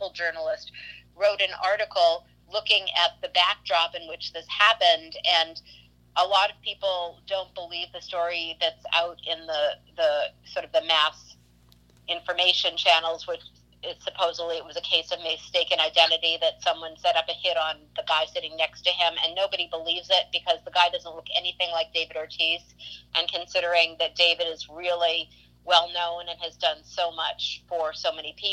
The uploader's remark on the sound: burnt the phone lines